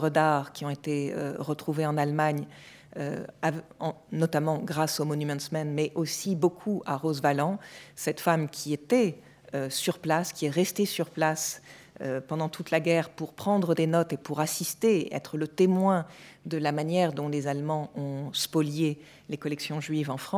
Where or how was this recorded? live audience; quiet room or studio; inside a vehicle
live audience